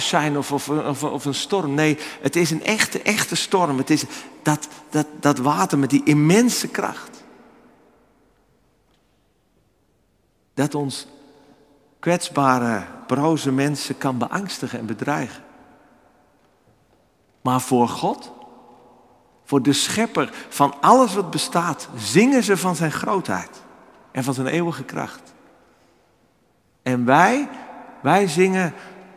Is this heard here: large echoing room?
yes